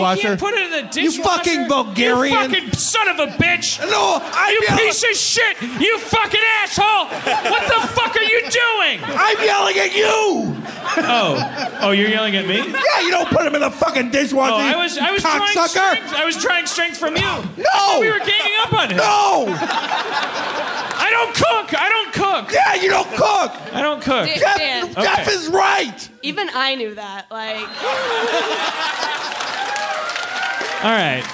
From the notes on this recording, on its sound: LIVE from Seattle 2014. Live podcast in Seattle to a powerful crowd.